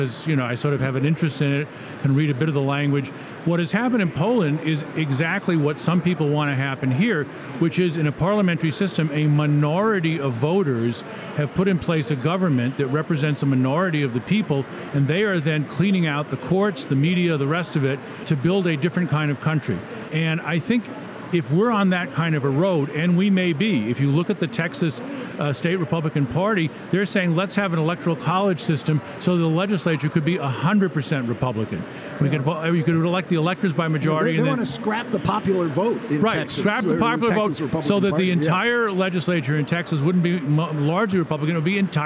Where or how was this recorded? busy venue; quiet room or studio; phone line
busy venue